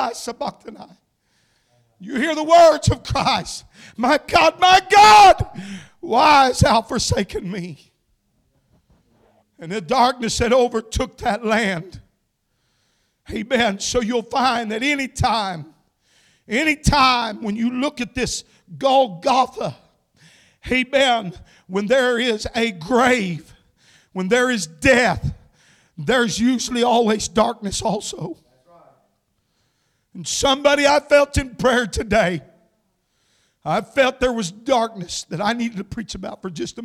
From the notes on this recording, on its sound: Shares an encouraging message with the congregation at Landmark Holiness Church.